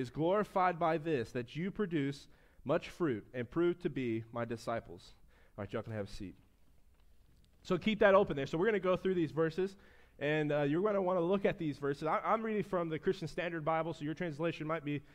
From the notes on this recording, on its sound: preached at his church (First Baptist Church of Floral City, Fl)